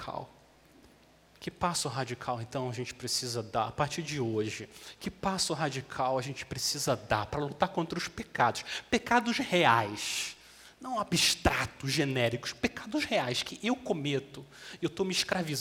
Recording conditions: large echoing room